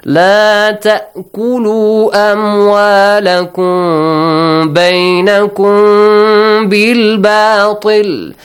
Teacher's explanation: You hide the sound of meme. · Term: Hidden meme